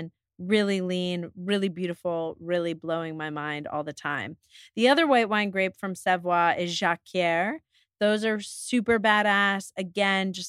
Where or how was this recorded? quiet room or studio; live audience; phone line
quiet room or studio